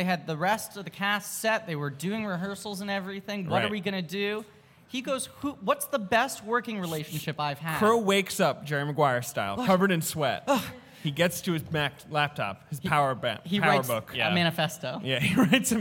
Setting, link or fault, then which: setting, live audience